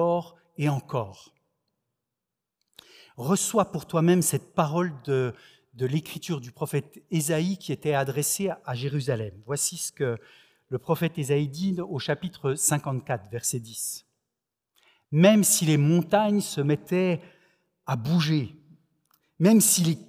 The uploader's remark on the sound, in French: Enregistré à l'église CVV, le 25/07/2021